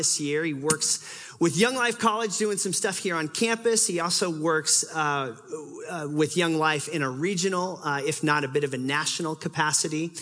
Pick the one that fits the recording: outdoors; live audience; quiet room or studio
live audience